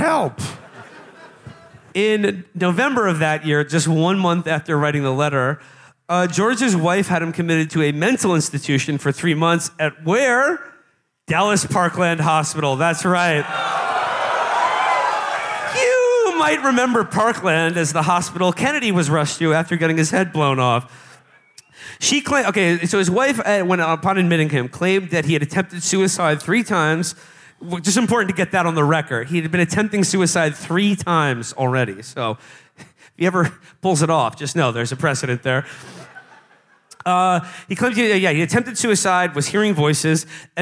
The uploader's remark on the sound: Best of Texas Live. Live from Dallas and Houston.